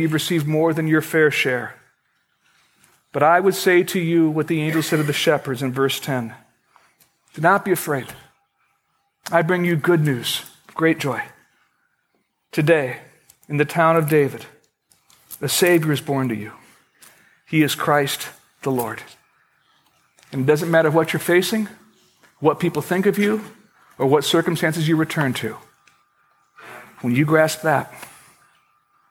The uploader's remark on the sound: Originally recorded on December 18, 2011, at Fellowship Missionary Church, Fort Wayne, IN.